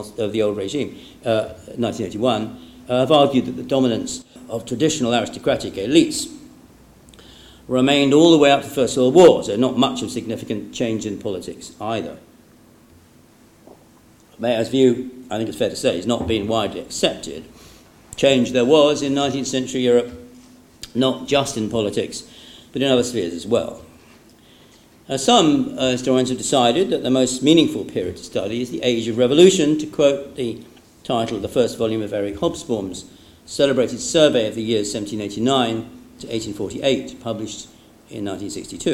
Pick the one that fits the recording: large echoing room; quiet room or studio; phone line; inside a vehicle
large echoing room